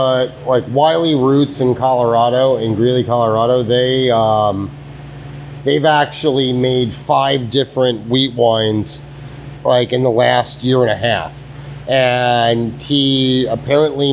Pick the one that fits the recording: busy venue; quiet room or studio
busy venue